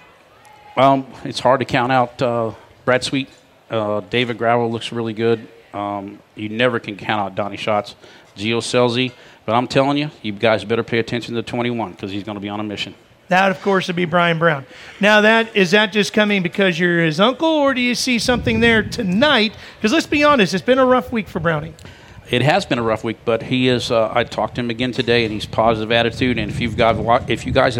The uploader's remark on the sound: Recorded at the 59th Knoxville Nationals in front of a LIVE audience. Two of sprint car racing's biggest names grace the SPEED SPORT stage at the same time!